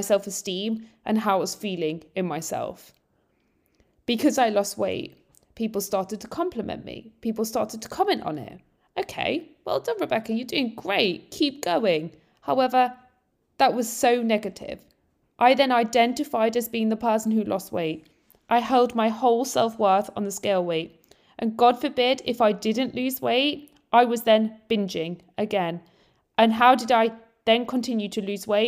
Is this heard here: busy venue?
no